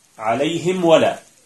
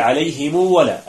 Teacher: أي يصلها بواو تمد بمقدار حركتين · Shown in: second take · Term: الصلة